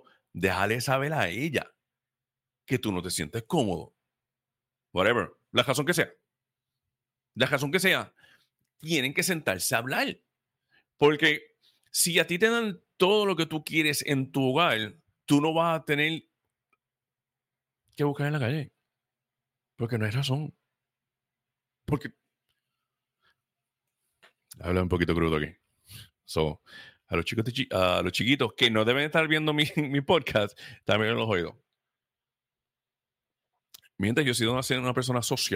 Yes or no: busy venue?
no